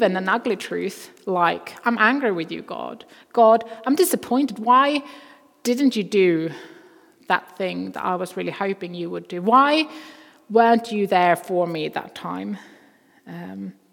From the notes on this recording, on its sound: Recording from Immanuelskyrkan Skövde.